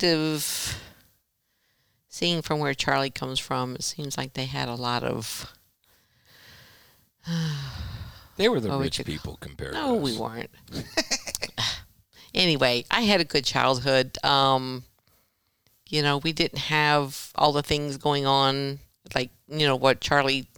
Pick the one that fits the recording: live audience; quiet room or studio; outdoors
quiet room or studio